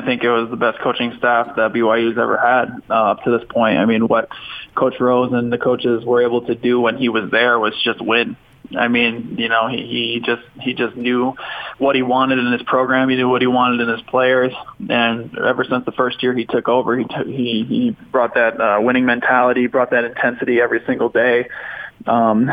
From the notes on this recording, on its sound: called in to the show